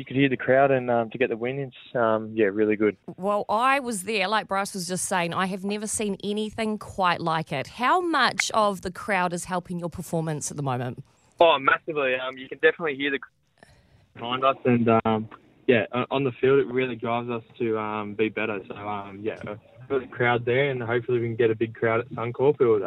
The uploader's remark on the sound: we were joined on the phone